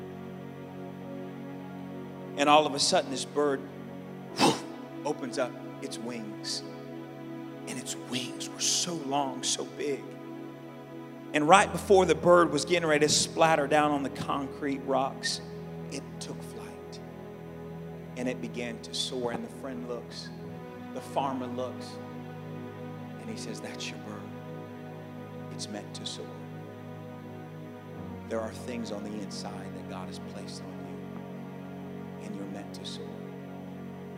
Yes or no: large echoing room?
yes